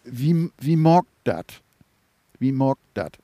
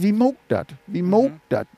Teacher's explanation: das ist noch nicht mal ein richtiges O, sondern das ist sogar so ein Diphthong, der geht von O nach U. · Shown in: second take